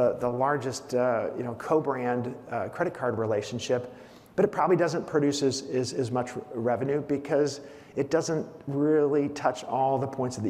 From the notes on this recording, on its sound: On stage at the Skift Aviation Forum. On stage at the Skift Aviation Forum.